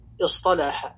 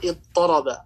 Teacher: متى كان فاء افتعل صادا أو ضادا أو طاء أو ظاء قلبت تاؤه طاء